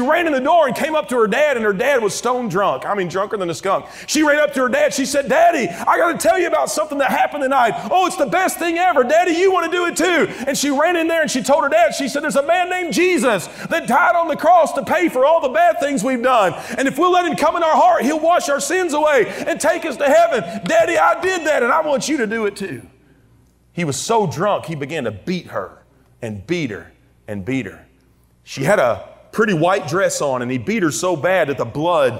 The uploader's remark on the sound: during the Tuesday Morning service of the 40th Annual National Youth Conference in Santa Clara, California